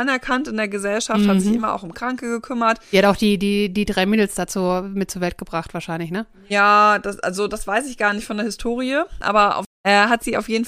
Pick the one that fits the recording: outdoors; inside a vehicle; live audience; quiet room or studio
quiet room or studio